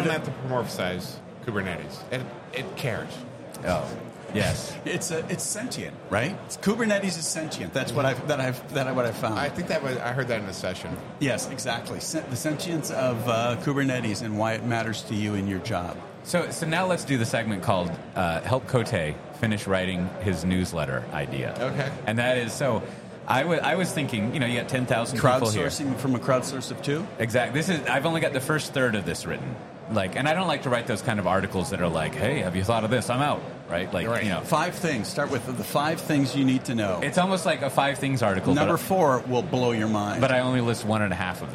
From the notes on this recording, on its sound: record live from KubeCon EU